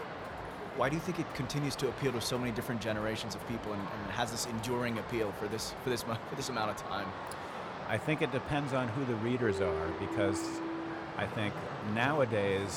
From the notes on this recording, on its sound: Live interview from SIBF 2022.